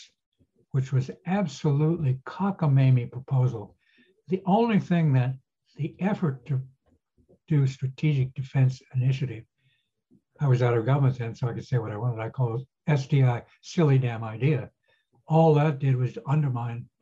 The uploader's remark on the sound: This public talk was conducted online via Zoom.